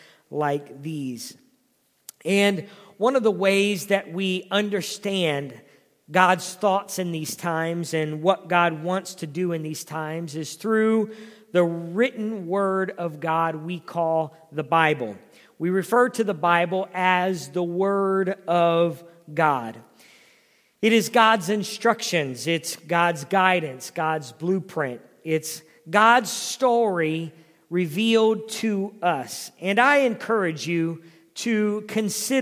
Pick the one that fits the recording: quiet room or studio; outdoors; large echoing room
large echoing room